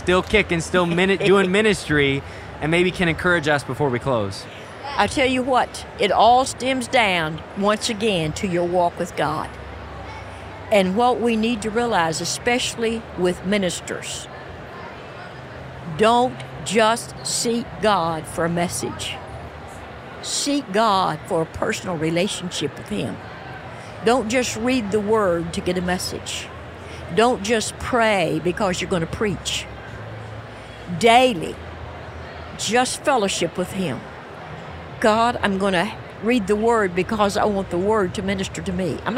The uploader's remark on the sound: live at General Council 2023!